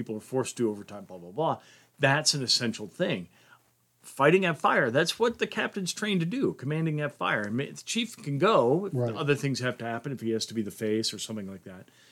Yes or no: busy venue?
no